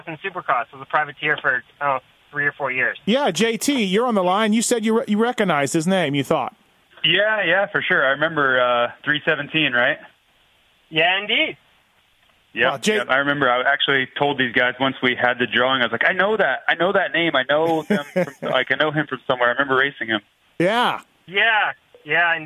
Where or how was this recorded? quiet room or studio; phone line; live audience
phone line